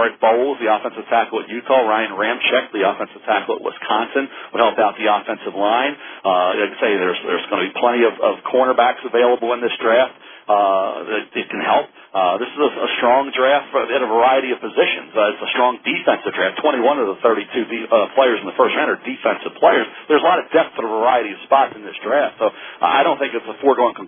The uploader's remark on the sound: this media conference call